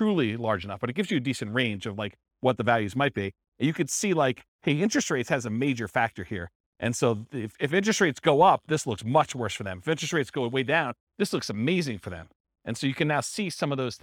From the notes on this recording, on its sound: This was a live class recorded